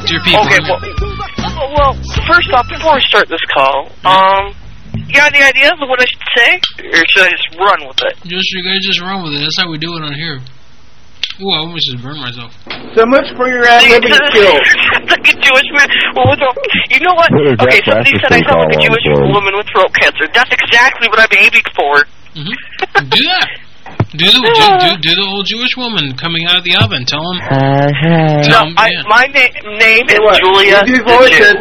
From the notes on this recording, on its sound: Prank Phone Calls